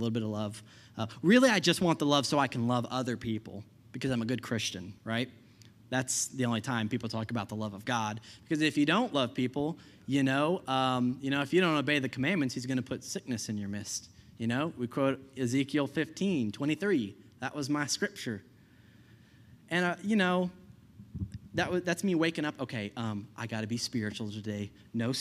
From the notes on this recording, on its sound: I preached this message at Healing Grace Church